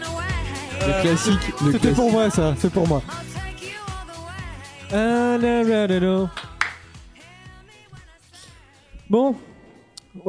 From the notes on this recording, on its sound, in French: Enregistré en live lors du marathon #ComptoirLive sur Baladodirect.